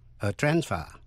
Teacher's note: Còn danh từ thì phải nhấn mạnh phần đầu